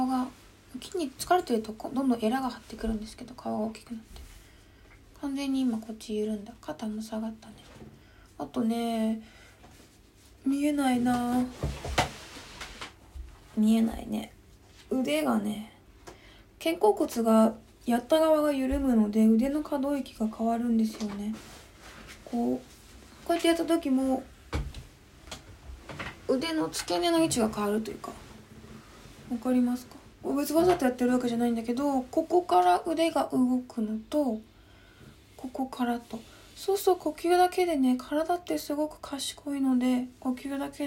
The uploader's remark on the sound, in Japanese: インスタライブの録音をそのままポッドキャストにしています